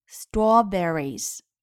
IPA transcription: ˈstrɔːb(ə)riz